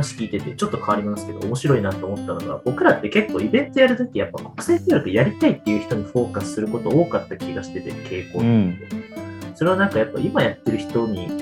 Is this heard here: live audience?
no